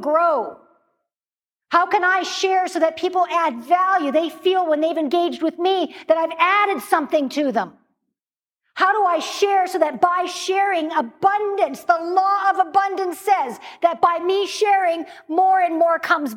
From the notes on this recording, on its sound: In this episode from a live stage event.